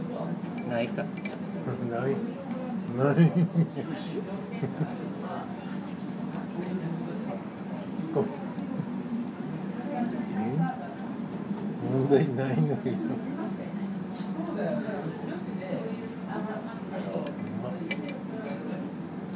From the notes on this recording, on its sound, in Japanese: 居酒屋トークを録音してみるという試みです。未編集です。。